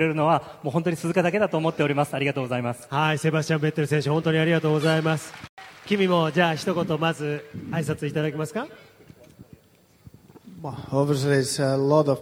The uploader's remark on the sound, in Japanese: F1日本グランプリ前夜祭の模様をお送りします。F1日本グランプリからの音声データ。